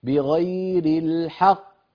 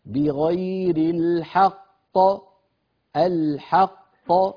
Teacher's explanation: بعض إخواننا بيقولوا بغير الحق، يعني بيعملوا فراغ كبير، فراغ صوتي كبير بين القافين. لا فراغ بين القافين، وإنما بيان لكلتا القافين · Shown in: second take · هكذا بغير الحق الحق.